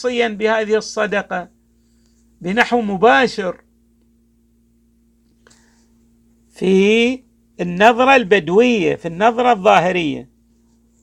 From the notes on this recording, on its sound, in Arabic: تسجيلات جامع الامام علي عليه السلام الأحساء المبرز.